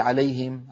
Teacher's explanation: الياء من وسط اللسان، الهاء من أقصى الحلق، أيضا إظهار